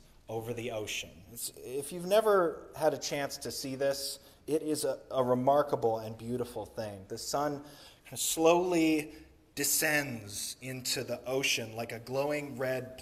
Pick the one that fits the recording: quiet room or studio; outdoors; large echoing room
large echoing room